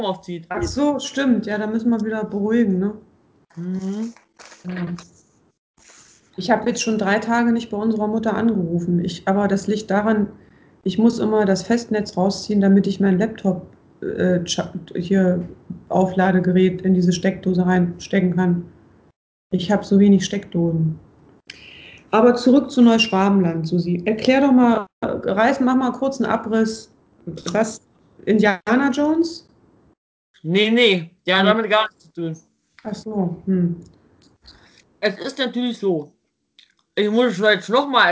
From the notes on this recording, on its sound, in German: Meine Schwester und ich skypen.